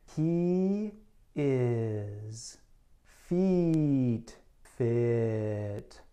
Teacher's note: E is a tense vowel, while I is a relaxed vowel. · IPA: /i/ and /I/